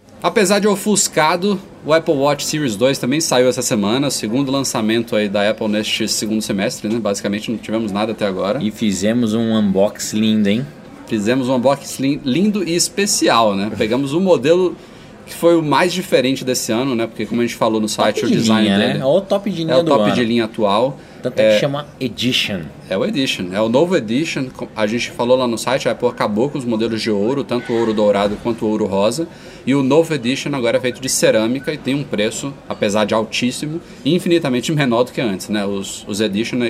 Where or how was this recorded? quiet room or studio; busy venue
busy venue